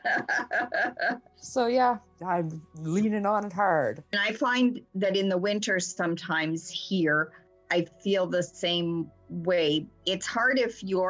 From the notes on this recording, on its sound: The three Witches and a Druid sit around the Zoom table with hot beverages.